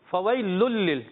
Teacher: तनवीन के बाद लाम आया इदगाम बिला गुन्ना करेंगे